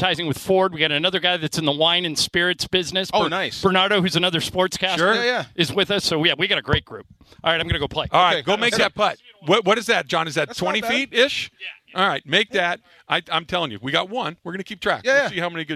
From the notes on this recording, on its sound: LIVE from the ESPN LA GOLF CLASSIC. LIVE from Yorba Linda as we are at our ESPN LA GOLF CLASSIC at the Black Gold Golf Course.